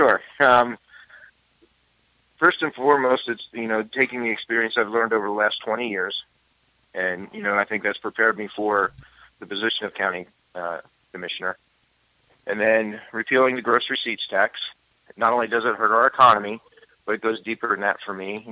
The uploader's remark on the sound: Candidate for Dona Ana County Commission District 5 called in to the show.